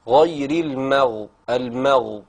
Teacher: الميم في المغضوب رققيها شوية